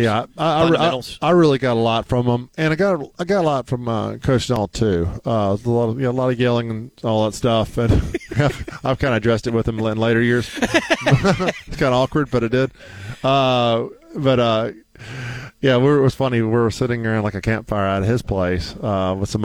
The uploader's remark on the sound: Live from Finch & Kelly in Oxford.